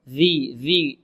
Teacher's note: الذال هذه معجمة تخرج من طرف اللسان مع طرف الثنايا العليا